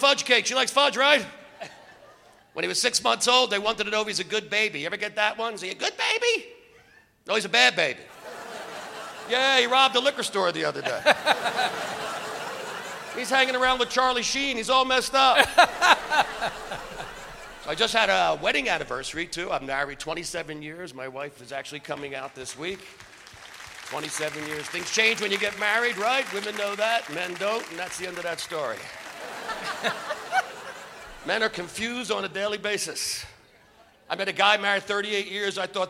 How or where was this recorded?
busy venue